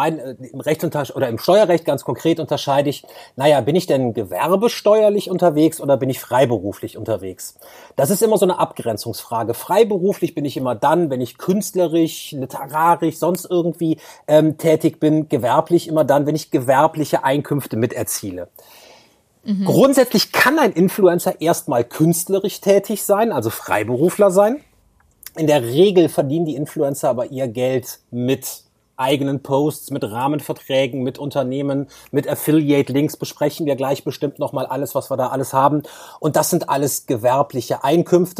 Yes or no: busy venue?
no